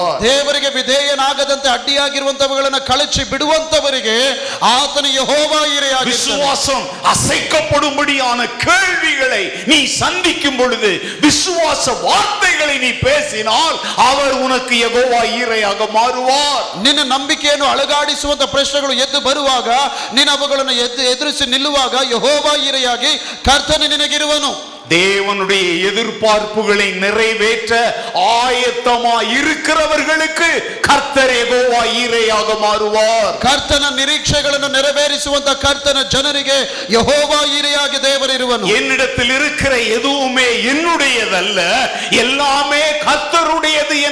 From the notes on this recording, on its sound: Preached at Full Gospel Church, Jalahalli. On the occasion of the Church's 55th anniversary.